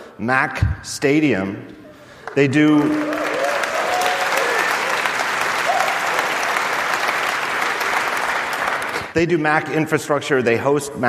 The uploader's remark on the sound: Recorded in front of a live audience at The California Theater in San Jose.